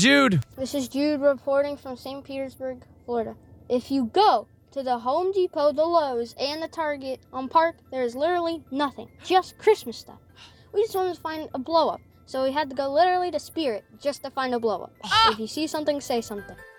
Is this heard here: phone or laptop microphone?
no